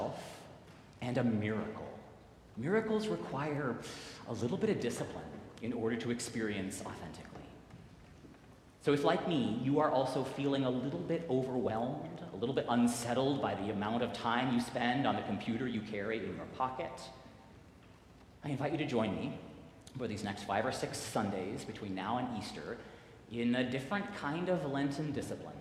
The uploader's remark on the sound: Recorded live at the 10:00 am service on the First Sunday of Lent.